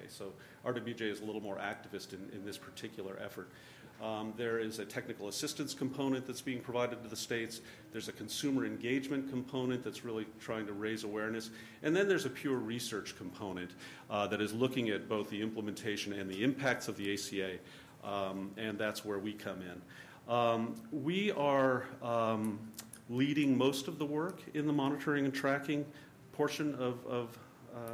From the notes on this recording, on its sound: This talk is from the November 2013 Center for Poverty Research conference. This conference brought together a unique mix of researchers, policy professionals and industry leaders.